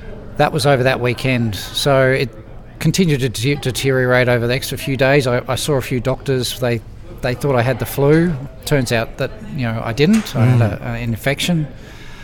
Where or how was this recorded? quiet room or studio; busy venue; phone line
busy venue